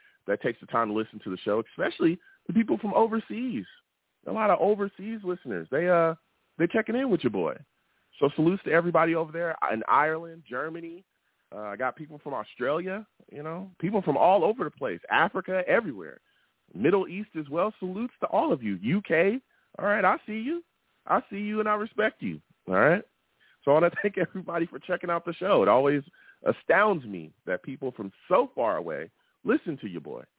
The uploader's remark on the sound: I take live callers!